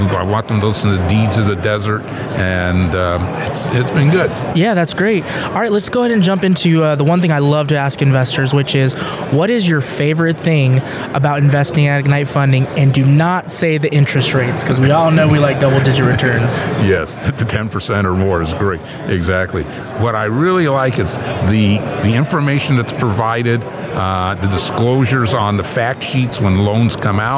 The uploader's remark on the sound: LIVE at MoneyShow at the Paris Hotel in Las Vegas, NV getting Investor Testimonials!